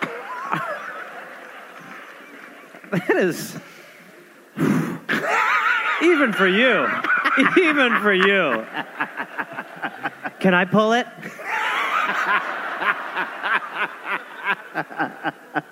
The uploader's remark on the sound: Recorded live at the Wilbur Theater in Boston